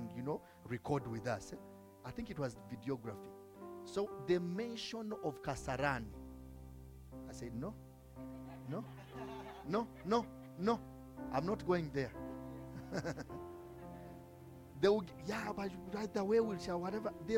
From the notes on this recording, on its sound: From the Limitless Worship Fellowship.